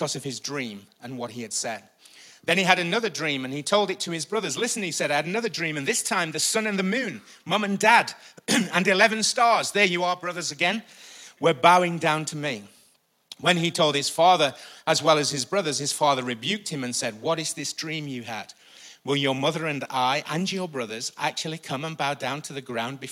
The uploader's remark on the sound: Recorded live at the Chesterfield Campus this is the message from the morning service on the 1st September 19